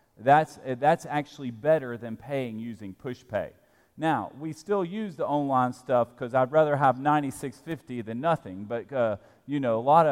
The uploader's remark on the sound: at Broadway Baptist Church, Lexington, Kentucky